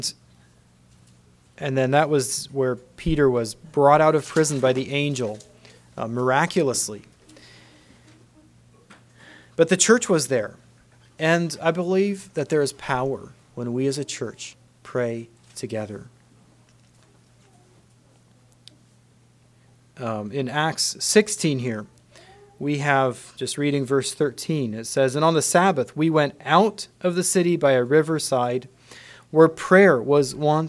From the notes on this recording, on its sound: Message preached at Word Of Hope on July 23, 2023